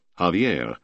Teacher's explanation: Older settlers who spoke Spanish wanted to call it Javier, with accent on the last syllable